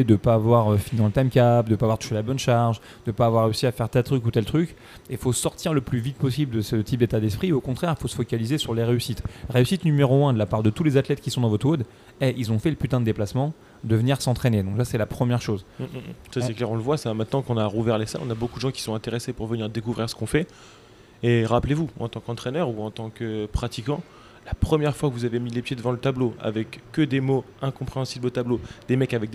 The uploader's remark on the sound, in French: EN direct de CrossFit Louvre III à Paris